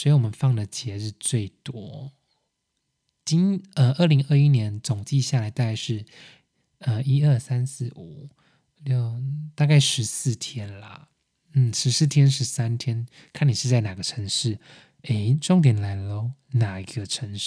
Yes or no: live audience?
no